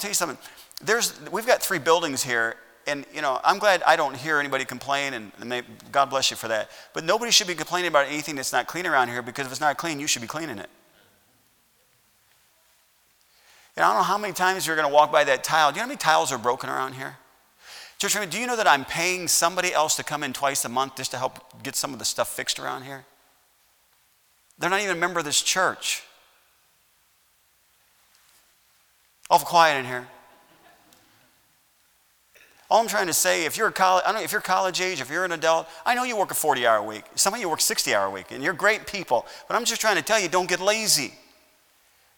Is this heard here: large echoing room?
yes